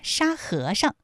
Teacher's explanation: 在这里面最后那个上，它是读轻声 · 沙和尚这三个字，他们的声调分别是一声、二声和轻声